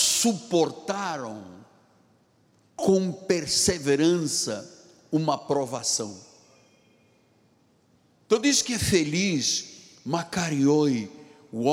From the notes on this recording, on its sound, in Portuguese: Culto gravado na Igreja Evangélica Cristo Vive.